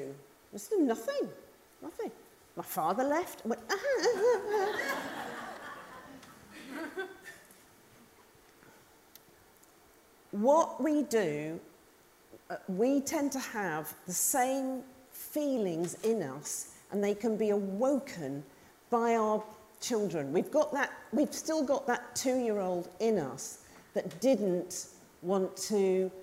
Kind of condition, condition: setting, live audience